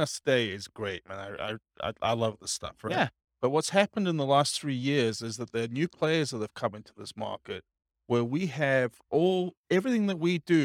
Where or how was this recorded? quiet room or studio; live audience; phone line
live audience